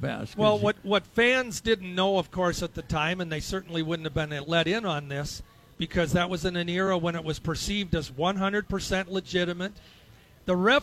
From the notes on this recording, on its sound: Day One at the Fair. Live from the first day of the State Fair.